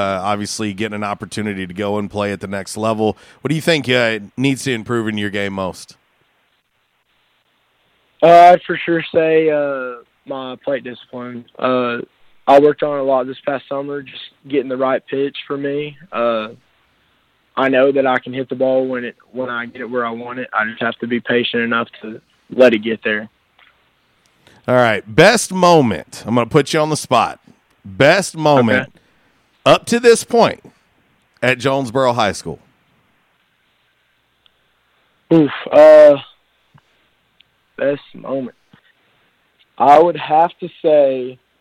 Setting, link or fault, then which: link, phone line